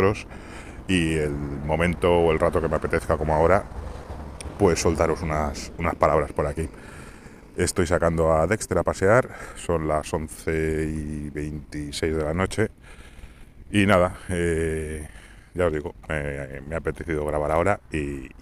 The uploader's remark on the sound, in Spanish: (Audio regulinchi). El audio tiene una calidad bastante pobre debido al viento.